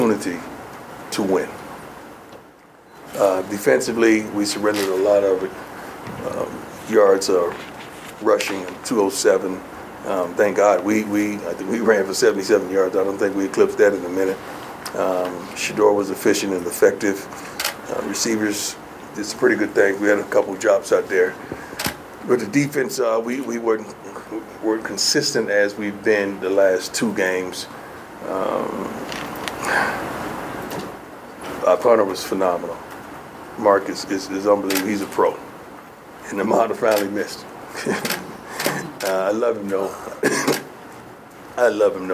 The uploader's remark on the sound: Post-game press conference